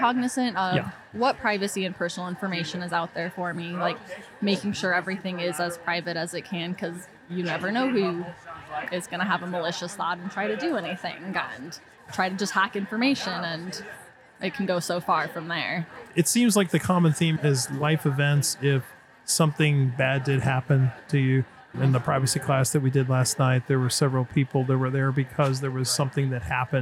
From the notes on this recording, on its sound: Privacy Files hit the road and recorded this episode at the Anonyome Labs booth on the floor of the 2023 Utah Pinners Conference & Expo in the Greater Salt Lake City Area. Pinners is a two-day event where 35,000+ creative enthusiasts, DIY aficionados and expert makers meet.